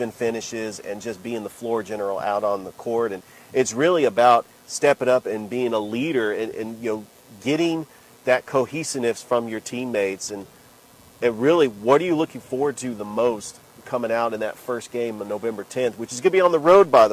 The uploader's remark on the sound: Exclusive coverage live at Bull Creek Golf Course in Midland, GA for the CSU Basketball Golf Tournament.